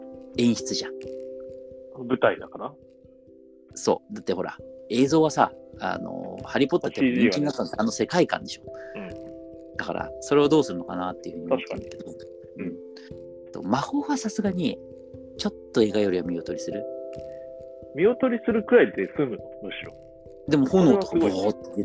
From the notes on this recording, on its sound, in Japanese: ごめんなさい！音声がくぐもってます！